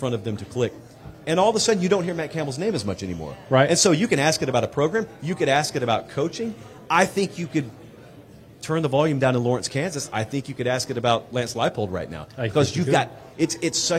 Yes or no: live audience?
yes